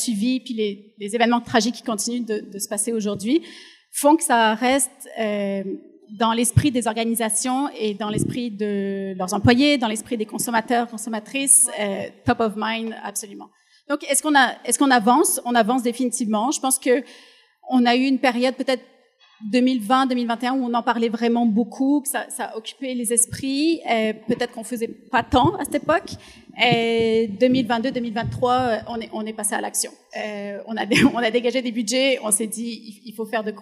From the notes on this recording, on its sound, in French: Live devant public. Enregistré en «live» devant public de notre évènement de la semaine dernière à Québec.